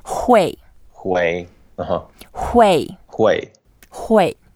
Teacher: Hui is the fourth tone. So when we pronounce it, we go down first.